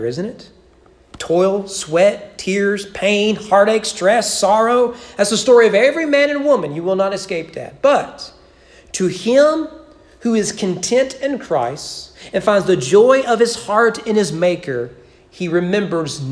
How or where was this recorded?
large echoing room